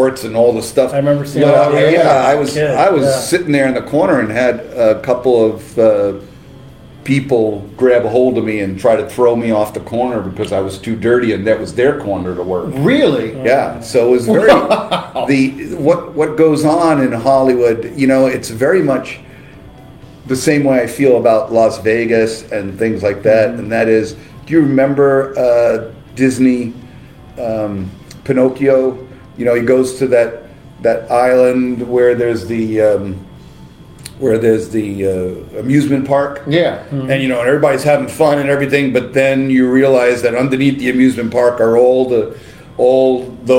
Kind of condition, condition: setting, busy venue